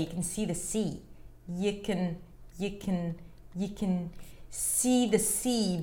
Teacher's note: So the second C is longer and higher in pitch versus the first C that is it's still long, but it's a little shorter than the second one and lower in pitch.